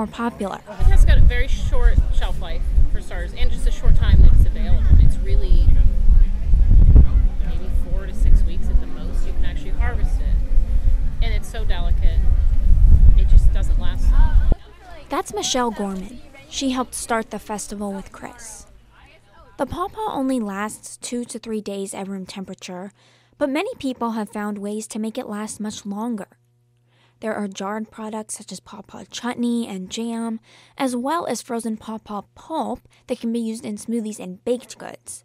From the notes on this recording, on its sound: We're taking you inside the Pawpaw Festival, Black Alumni Reunion at Ohio University and a sit down interview.